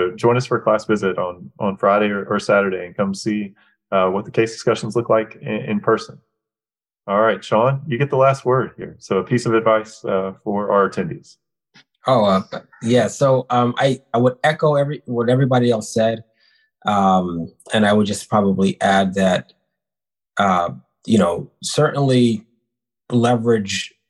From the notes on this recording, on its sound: we share the audio from a recent webinar